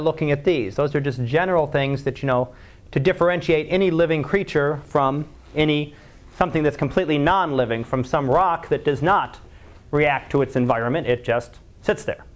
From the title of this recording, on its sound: Live Class Lecture